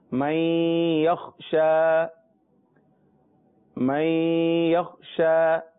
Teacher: یہاں نون ساکن کے بعد حروف یرملون میں سے پہلا حرف یا آ رہا ہے، لہذا غنہ بھی ہوگا اور ادغام بھی ہوگا. پہلے ادغام ہوگا پھر غنہ ہوگا